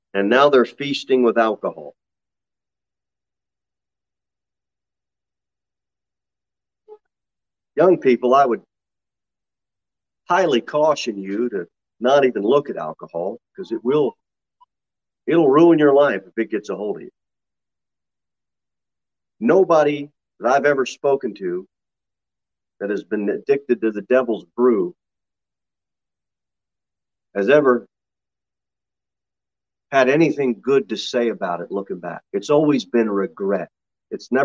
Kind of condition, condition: setting, large echoing room